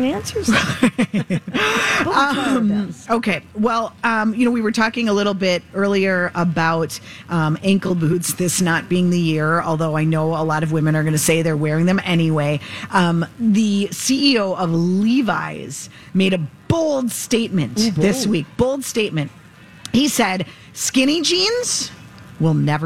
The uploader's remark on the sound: Carry on live at the Minnesota State Fair!